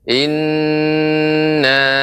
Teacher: nun yang bertasydid itu harus lebih ditekan lagi, tidak tercepat temponya